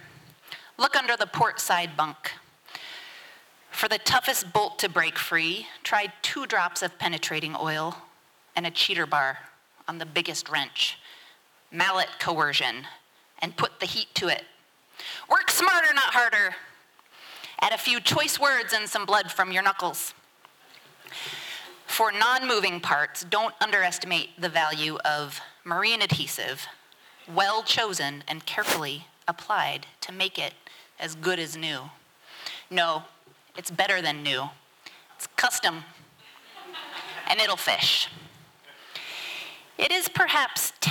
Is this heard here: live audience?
yes